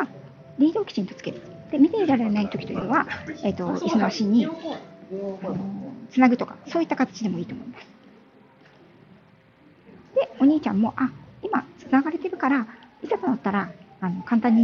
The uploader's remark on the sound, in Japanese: 歩きながらの収録のため、雑音多めですみません